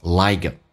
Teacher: 美式发音要浊化 k,要发成 g 这个发音